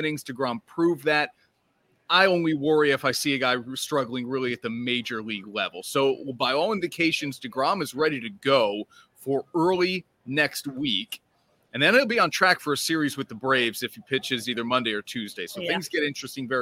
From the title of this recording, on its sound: LIVE From Saratoga Race Course